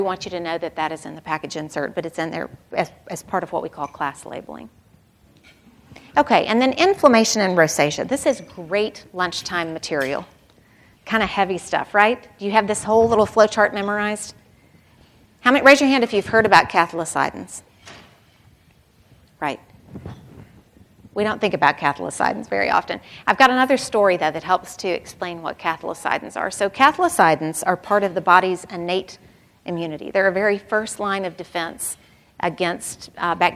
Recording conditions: live audience